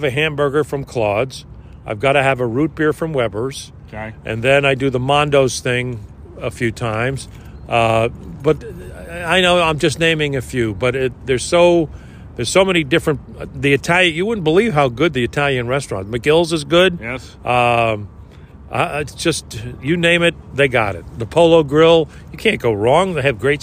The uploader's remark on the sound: LIVE from Daytona